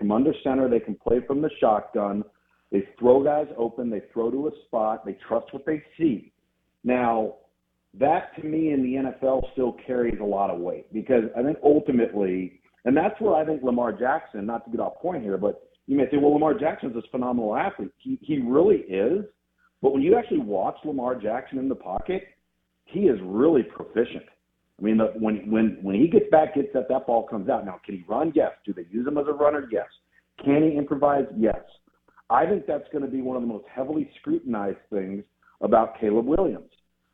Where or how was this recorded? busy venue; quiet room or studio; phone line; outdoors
phone line